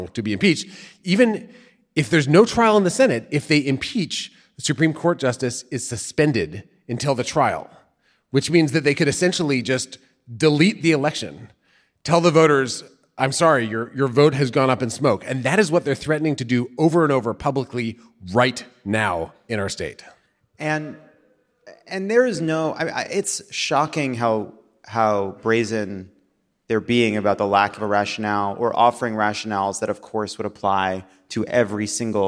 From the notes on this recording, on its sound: Live from Madison! Brings the dairy sweats to the beautiful Barrymore Theatre in Madison, Wisconsin!